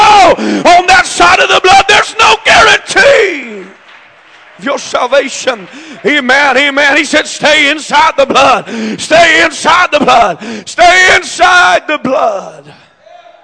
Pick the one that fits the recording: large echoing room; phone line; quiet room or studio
large echoing room